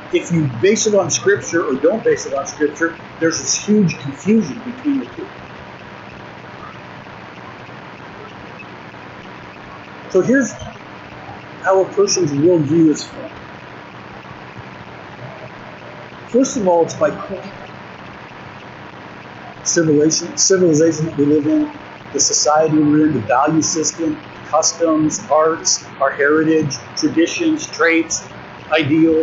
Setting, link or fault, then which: fault, poor sound quality